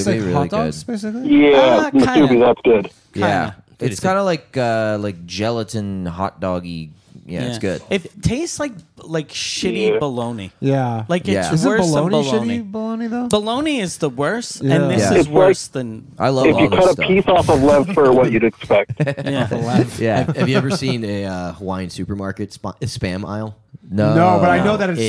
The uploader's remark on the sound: The Bathhouse is a live call-in show from the green room of The Stand Comedy Club one of New York City's best comedy clubs.